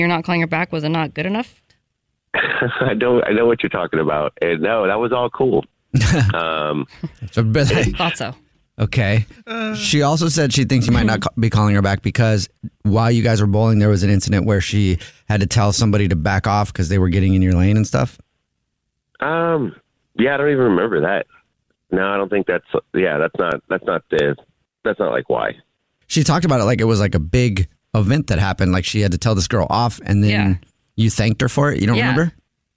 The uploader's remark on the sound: We get that other person on the phone to see why they're "ghosting".